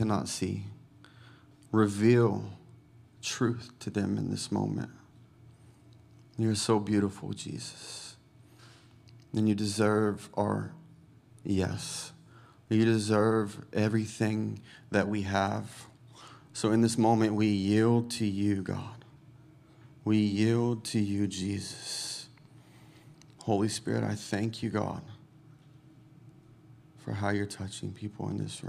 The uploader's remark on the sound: Recorded Sunday evening service at Reunion Hawaii.